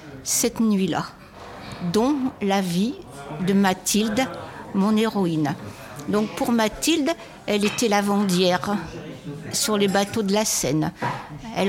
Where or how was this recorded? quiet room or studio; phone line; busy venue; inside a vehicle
busy venue